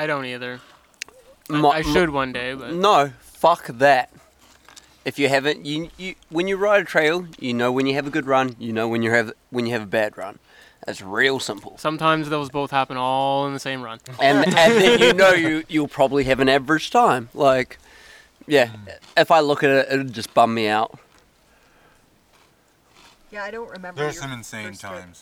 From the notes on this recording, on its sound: For one last time we are on location at Sugarloaf Bike Park, New Brunswick, for the last chair of the 2021 season. We have the entire ride crew along for a chat.